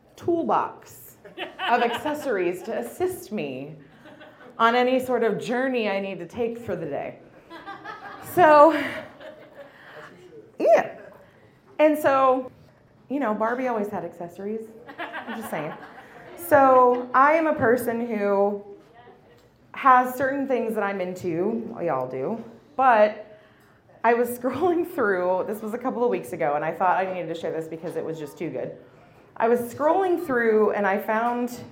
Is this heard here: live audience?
yes